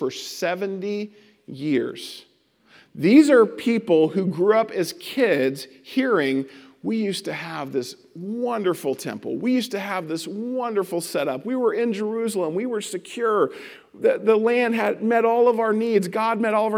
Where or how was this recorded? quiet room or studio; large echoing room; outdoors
large echoing room